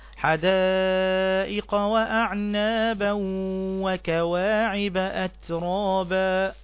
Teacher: إدغام بغنة، لأن التنوين جاء بعده حرف الواو وهو من حروف كلمة ينمو، تقرأ هكذا: حدائق وأعنابا وكواعب أترابا.